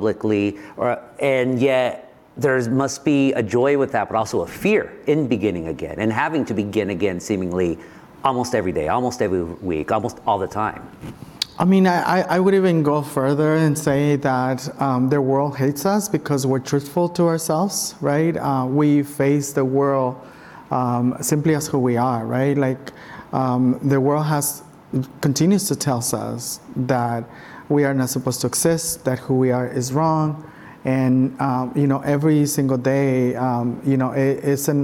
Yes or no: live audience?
yes